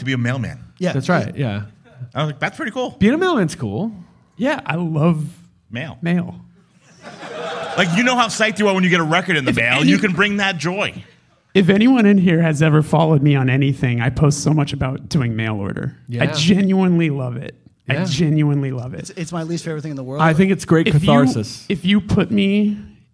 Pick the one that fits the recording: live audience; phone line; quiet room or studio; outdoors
live audience